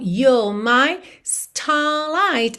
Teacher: Não tem o R enrolado. Então, you're my starlight.